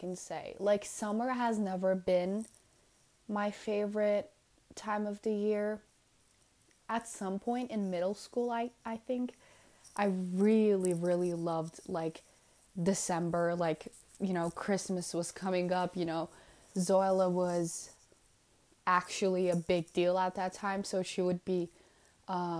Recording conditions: background noise